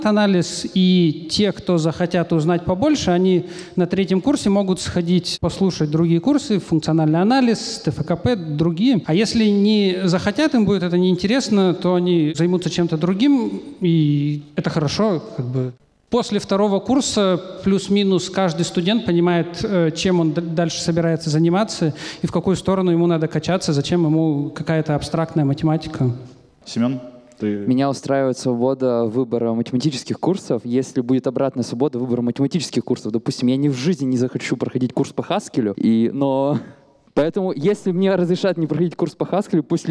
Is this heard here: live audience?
yes